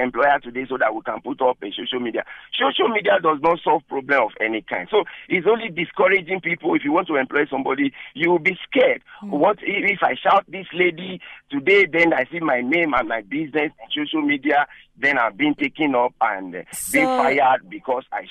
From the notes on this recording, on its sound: PHONELINE TRAFFIC. Callers sharing their views on anything.